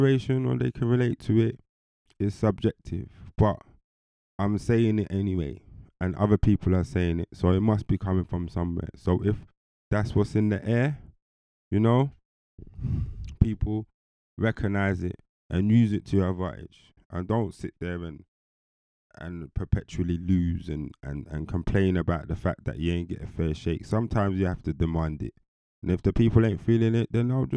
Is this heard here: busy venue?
no